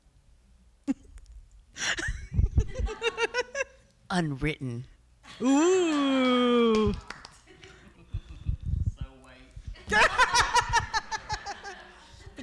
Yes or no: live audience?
yes